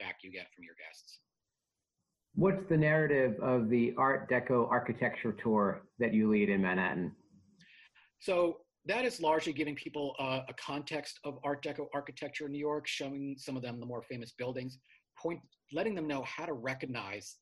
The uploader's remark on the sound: They chatted via Zoom.